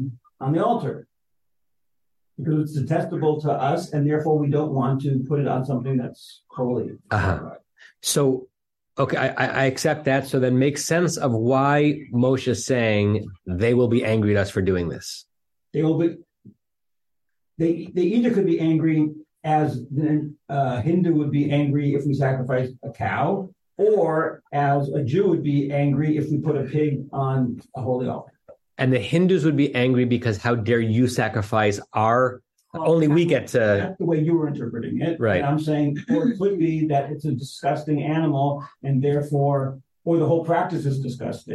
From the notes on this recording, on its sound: At Temple Beth Am, Los Angeles.